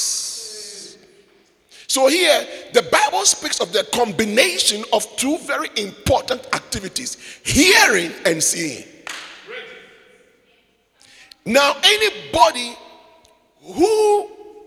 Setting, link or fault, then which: setting, large echoing room